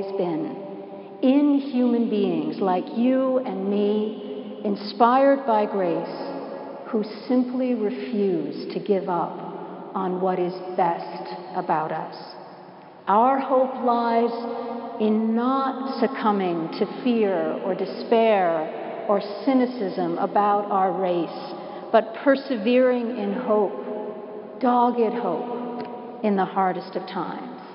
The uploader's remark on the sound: Preached at Washington National Cathedral.